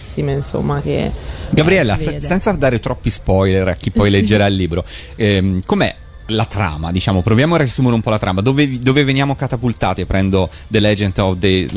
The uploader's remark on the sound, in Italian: Da Lucca Comics & Games 2019